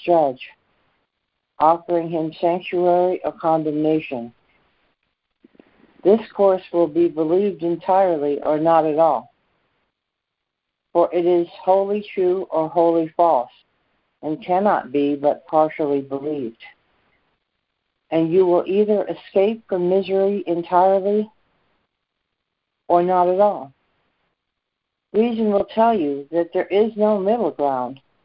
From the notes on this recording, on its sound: ACIM Daily Conference Call